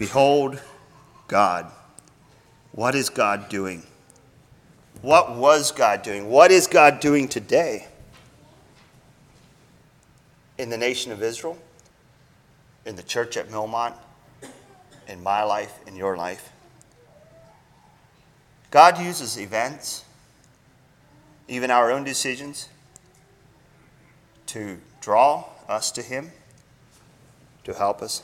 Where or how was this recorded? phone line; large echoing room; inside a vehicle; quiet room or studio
large echoing room